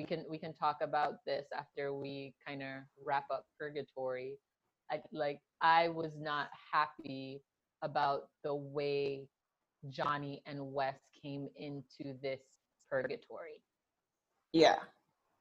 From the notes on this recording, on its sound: You'll only hear about a quarter of it though because technical difficulties abound!